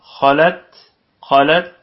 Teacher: الخاء في تاني درجات تفخيم وبقية الكلمة مرققة، والتاء ساكنة نراعي فيها صفة الهمس أيضا، خلت خلت هكذا